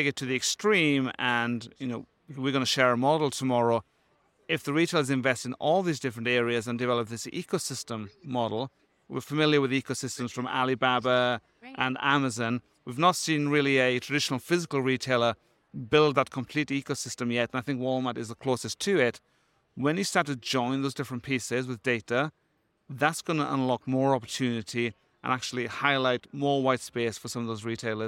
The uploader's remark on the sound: Live from Groceryshop 2023. This episode of the RETHINK Retail Podcast was recorded live at Groceryshop.